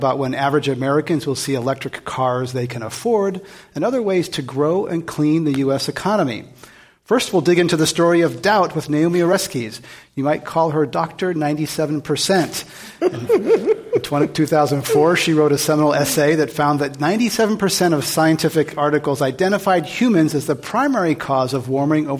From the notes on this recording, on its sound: This program was recorded in front of a live audience at the Commonwealth Club of California on December 15, 2016.